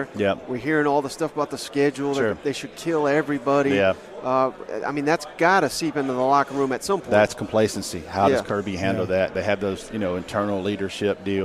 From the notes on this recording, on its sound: joined us live from 2023 SEC Media Days!